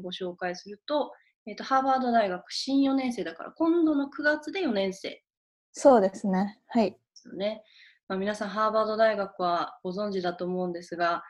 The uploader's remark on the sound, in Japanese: 初めてリモート収録を行いました